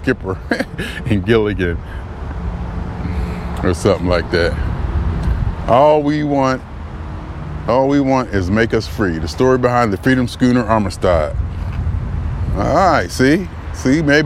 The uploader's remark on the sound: Me Walking Talking June 25, 2021: doing it in New Haven, CT